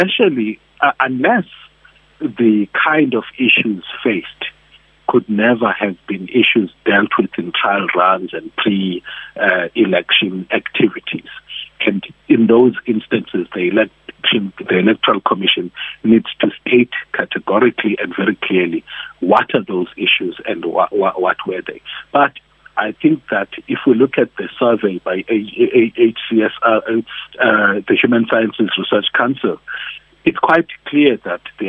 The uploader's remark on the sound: He spoke to us via telephone